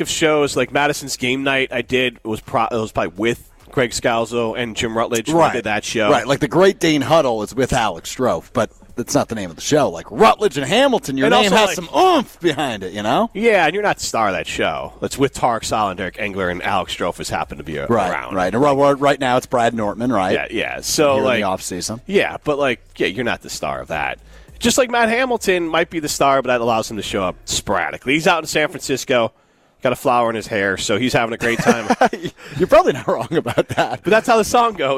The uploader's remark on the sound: Broadcast live from the Forward Club in Breese Stevens Field ahead of the Forward Madison FC match against Colorado Hailstorm FC.